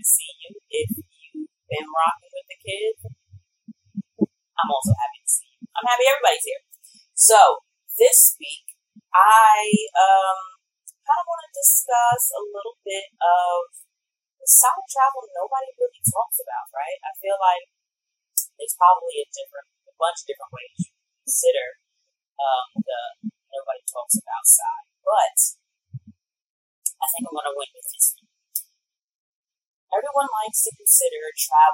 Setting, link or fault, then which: fault, poor sound quality